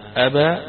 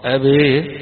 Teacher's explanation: أبى بالفتح جمهور القراء، أبي يبقى هنا بالإمالة يسمونها الإضجاع إمالة خالص